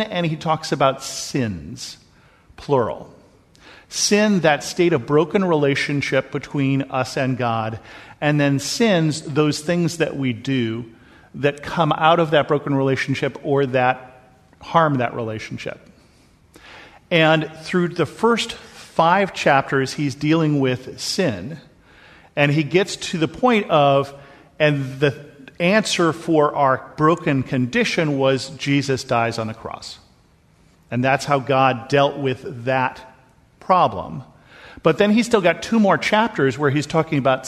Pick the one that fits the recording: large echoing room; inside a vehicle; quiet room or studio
large echoing room